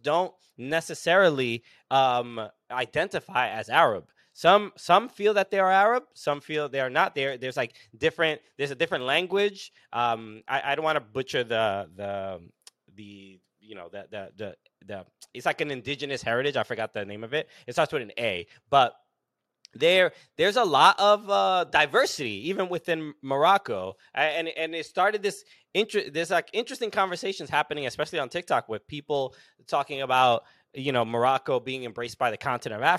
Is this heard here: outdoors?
no